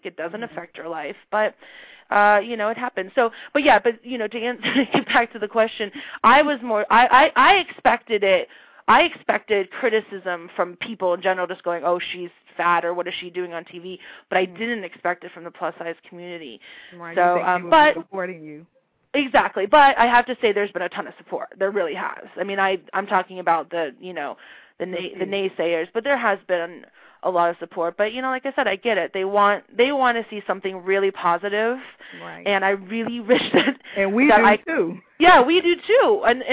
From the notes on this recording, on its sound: calling in from Sydney, Australia